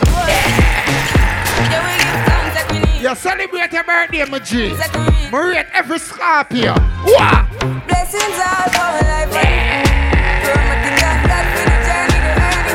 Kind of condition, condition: setting, busy venue